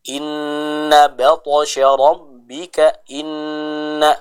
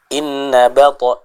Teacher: Kita baca dengan menahan terlebih dahulu huruf nunnya. · Shown in: first take · Term: gunnah